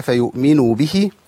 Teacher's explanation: أوتوا العلم أوتوا العلم أنه الحق من ربك فيؤمنوا به فيؤ همزة ساكنة لابد فيها من قطع الصوت والنفس